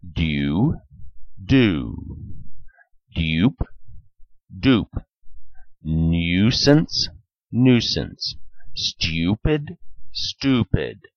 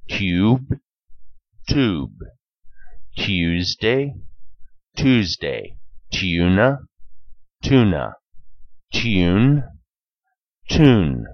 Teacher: Some words use a long U in British English and a long double O in American English.